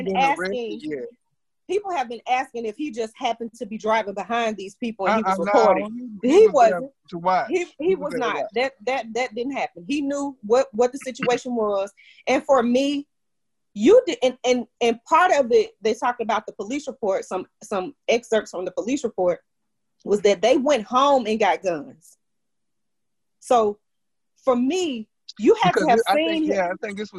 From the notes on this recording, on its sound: it's our first Zoom Podcast